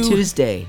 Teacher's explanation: Like choose the day you want it to be, or like chew, like nab on something. They turned the T into a CH sound.